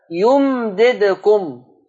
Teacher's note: انتبه عدم تحريك الميم لكن لا أطيل الزمن على الميم حتى لا تتحول إلى ميم مشددة